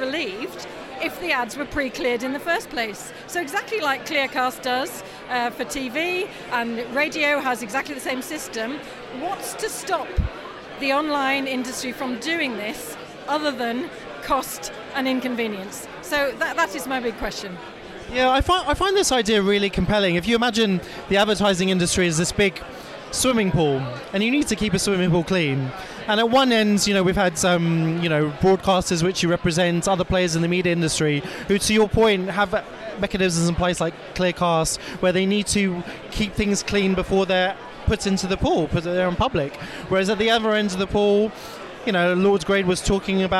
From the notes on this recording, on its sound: Discuss conference highlights from the Queen Elizabeth II Conference Centre in London. Excuse the audio quality being less than perfect amid the hubbub!